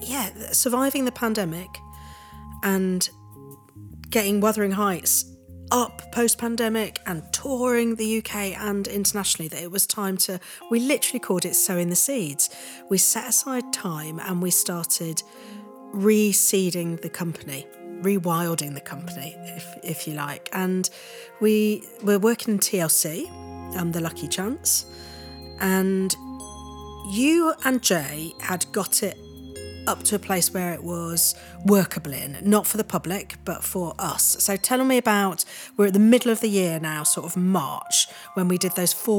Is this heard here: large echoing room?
no